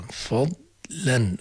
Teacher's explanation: ممنوع قلق الضاد وبدنا نرقق اللام